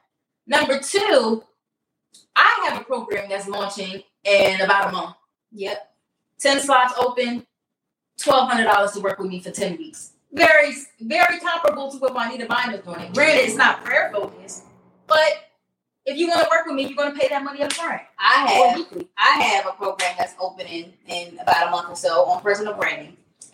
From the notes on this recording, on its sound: We apologize in advance for the technical difficulties. Our sound was a little muffled.